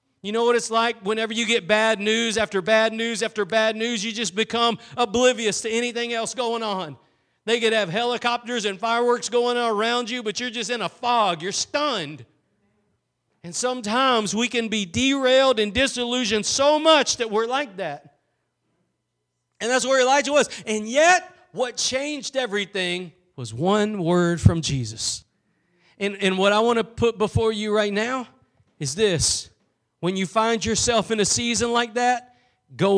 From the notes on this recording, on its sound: Preached at Gospel Lighthouse in Bossier City, La.